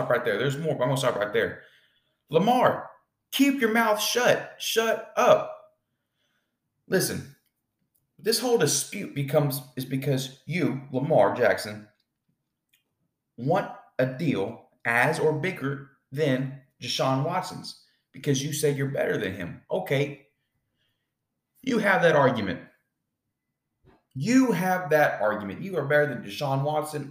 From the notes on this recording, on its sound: Apologies for the echo sound as I am getting my podcast room set up and as of right now it is empty.